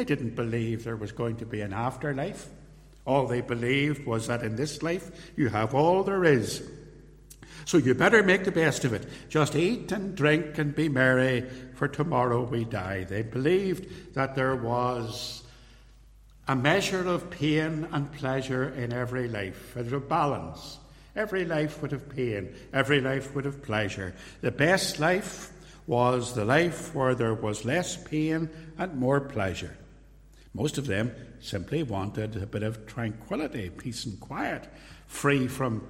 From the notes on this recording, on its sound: This recording is a sermon, preached live at Templepatrick Reformed Church